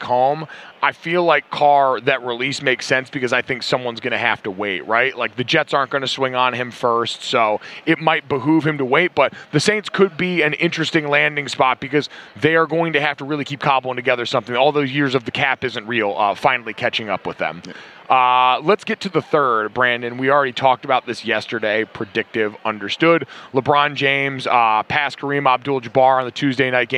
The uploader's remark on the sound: Radio Row Antics. Live at Radio Row!